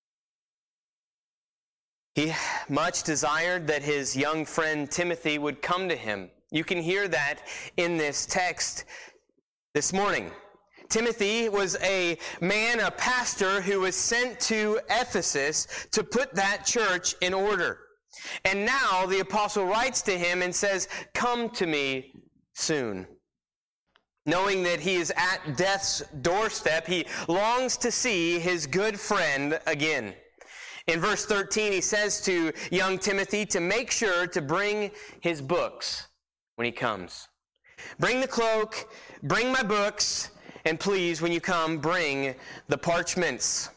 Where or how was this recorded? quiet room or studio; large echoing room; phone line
large echoing room